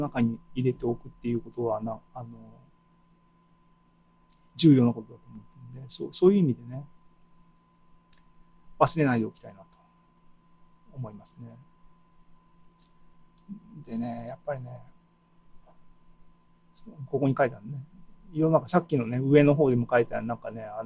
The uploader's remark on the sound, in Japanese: ２０２２年７月２７日に開催した ZOOMライブの模様です。